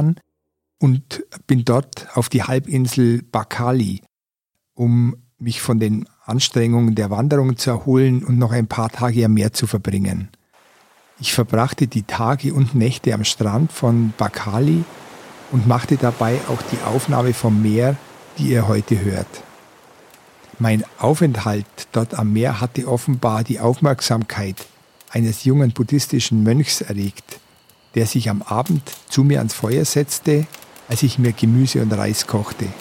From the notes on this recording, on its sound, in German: Die Naturaufnahme habe ich am Golf von Bengalen, in Indien gemacht.